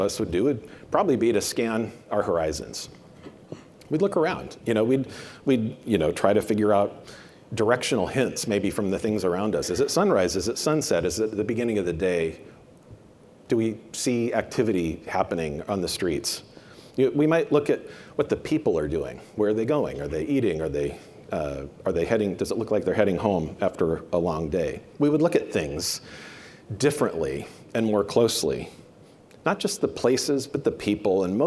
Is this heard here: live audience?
yes